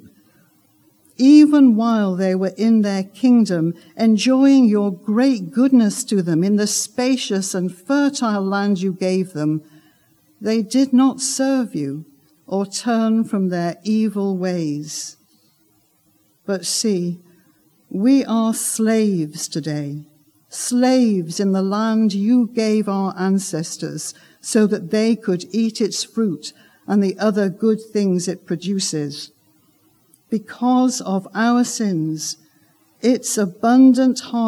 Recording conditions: large echoing room